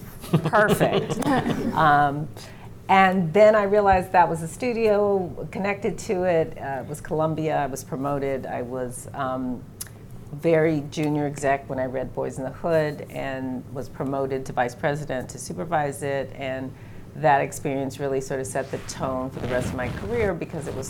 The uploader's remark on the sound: This episode is adapted from the Storytelling for Gen Z and Gen Alpha panel at the Authentic and Inclusive Representation Summit that took place in October 2021.